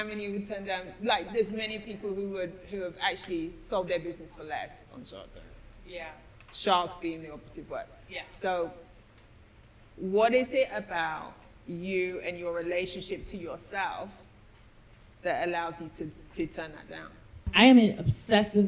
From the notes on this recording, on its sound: Our live recording at the She's Got Drive event at Recycled Modern in Hyde Park.